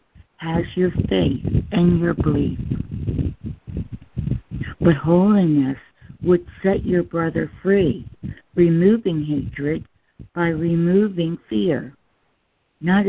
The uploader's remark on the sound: ACIM Daily Conference Call.